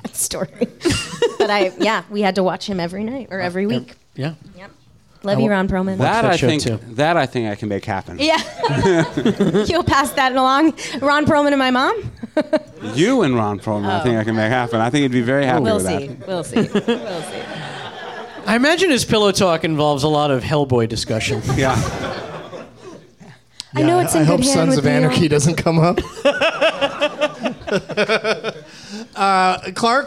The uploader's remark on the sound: Live from the NerdMelt Showroom in Los Angeles